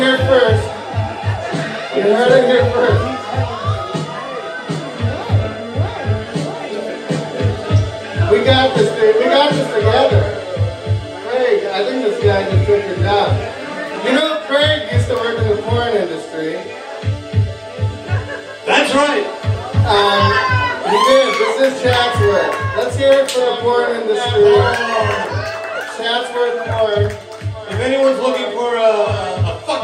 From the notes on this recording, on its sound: Live from the Scotland Yard pub!!! I go to the bar that fueled my 20 year relationship with alcohol and did my podcast in front of an unsuspecting crowd on a Saturday night.